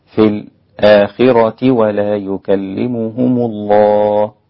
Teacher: وإذا وصل حمزة فإنه يسكت على الساكن قبل الهمز